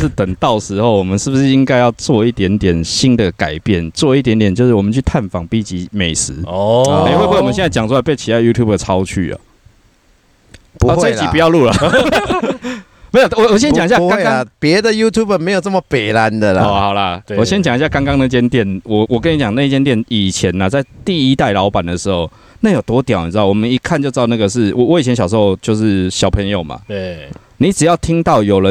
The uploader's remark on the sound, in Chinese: 戶外開講。我們全面升級了錄音配備。